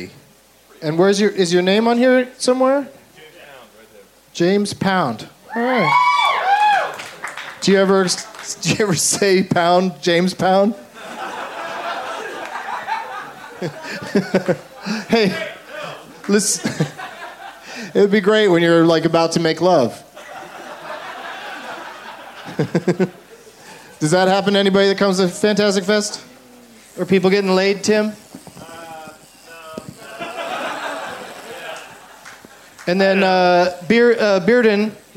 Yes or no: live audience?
yes